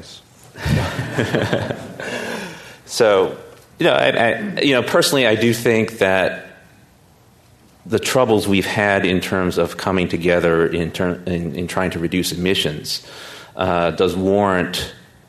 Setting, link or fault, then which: setting, live audience